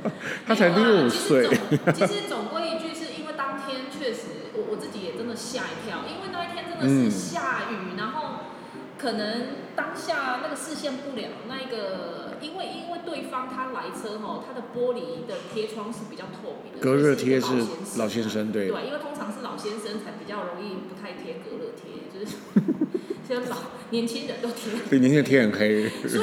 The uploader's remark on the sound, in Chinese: 臉書同步直播。這集同步在FB直播，所以現場收音比較吵。